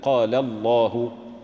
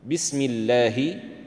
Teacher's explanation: فاجتمع لامان فأدغمت إحداهما في الأخرى وفخم للتعظيم إلا إذا كان قبله كسرة، فمثلا قال الله اللام مفخمة، بسم الله مرققة.